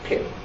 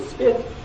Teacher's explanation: if I say the word spit, I feel virtually nothing on my hand. It doesn't have that aspirated characteristic. · Shown in: second take · Term: unaspirated